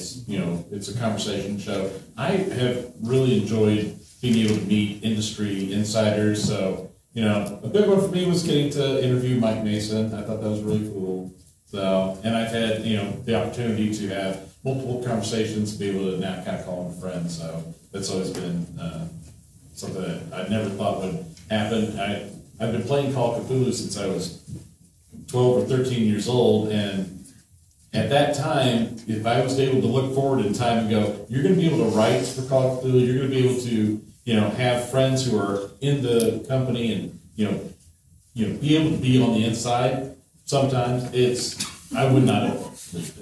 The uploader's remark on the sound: Through a covert audio recording we're happy to bring you the Podcast & Streaming panel from ChaosiumCon 22' !